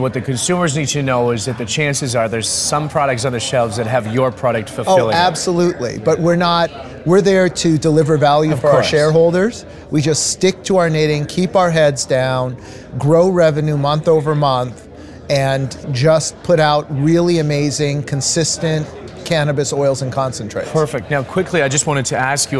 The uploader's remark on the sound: TGSP on location: Gravitas Growth Conference